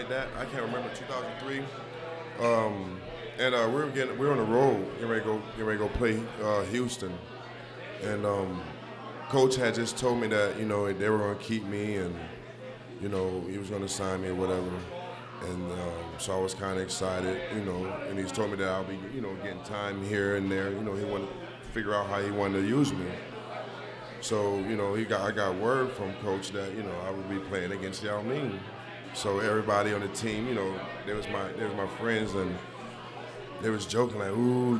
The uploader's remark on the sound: LIVE at Mio's